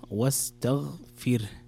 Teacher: لابد أن تكسر الفاء وترقق الراء